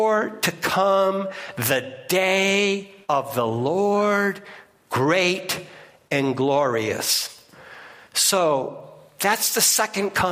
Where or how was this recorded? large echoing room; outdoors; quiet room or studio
large echoing room